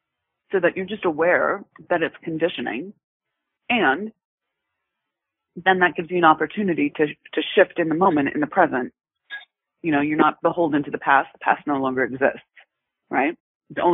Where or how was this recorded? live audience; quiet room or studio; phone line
phone line